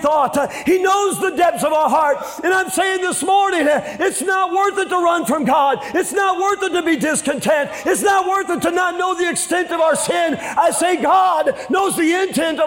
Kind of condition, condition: setting, live audience